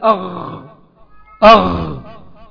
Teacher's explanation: الغين، أنا عارف الغين فيها إيه؟ فيها رخاوة، يعني صوتها بيجري